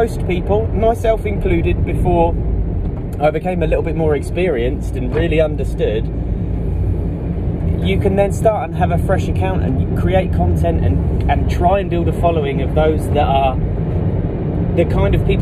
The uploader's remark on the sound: Taken from an IGTV video and filmed from a car. The audio quality isn't great.